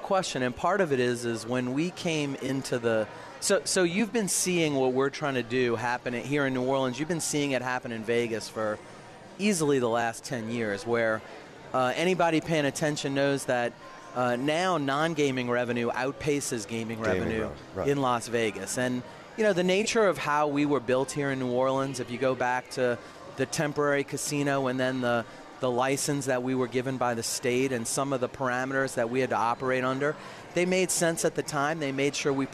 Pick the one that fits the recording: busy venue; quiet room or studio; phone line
busy venue